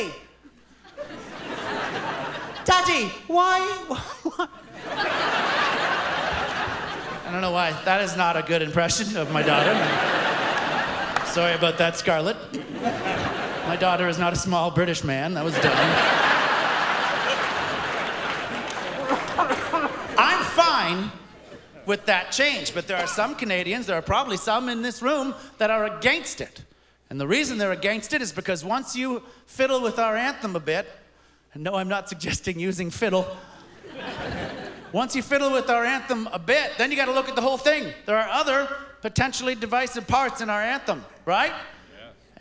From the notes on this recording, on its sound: In front of a live audience. Courtesy of The Debaters at a live taping in 2018.